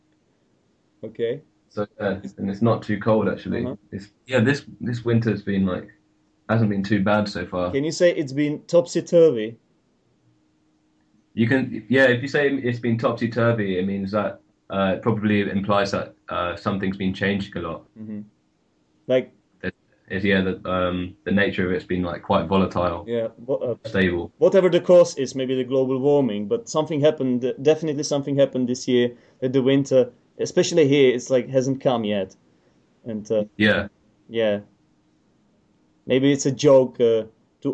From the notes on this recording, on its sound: For this jubilee episode I decided to skypecall my mate